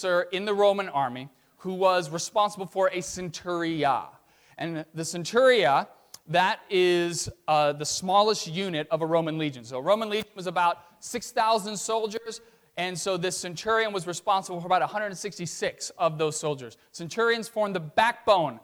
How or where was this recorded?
large echoing room